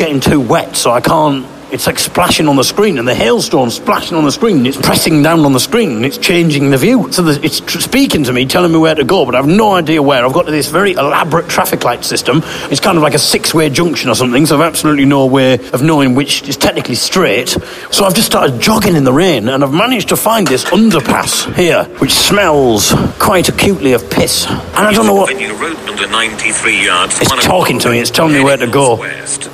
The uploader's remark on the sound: Live From A Freezing Wet Piss-filled Underpass in Northampton